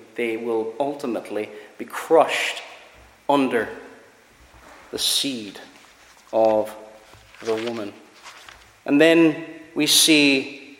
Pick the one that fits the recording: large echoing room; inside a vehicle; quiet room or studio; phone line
large echoing room